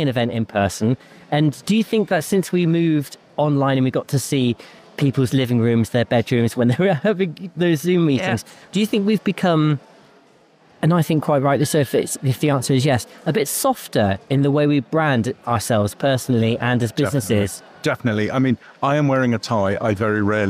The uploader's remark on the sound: Live from Devon Business Show 2023. Produced by Fresh Air Studio, Plymouth.